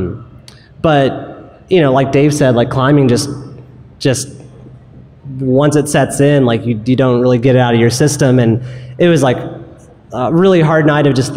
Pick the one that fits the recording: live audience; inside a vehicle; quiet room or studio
live audience